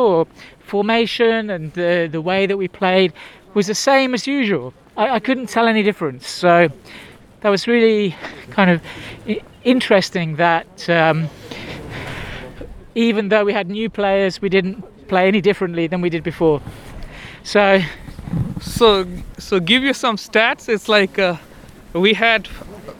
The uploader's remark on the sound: Victory over Vissel Kobe while walking out of the stadium.